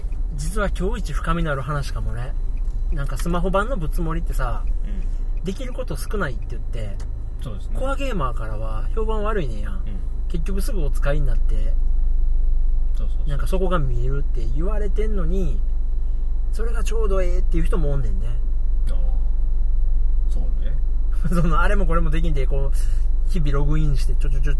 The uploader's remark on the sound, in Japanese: ラーメン食べた帰り道に収録しました。